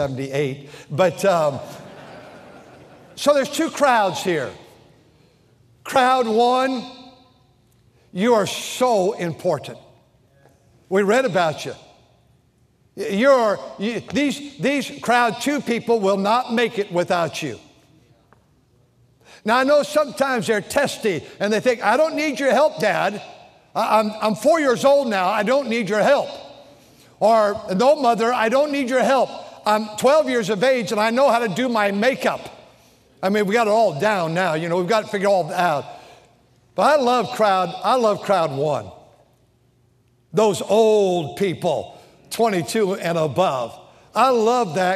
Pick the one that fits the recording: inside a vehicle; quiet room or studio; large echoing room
large echoing room